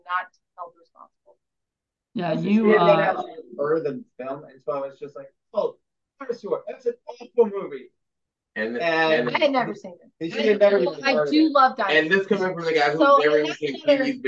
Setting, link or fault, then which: link, video call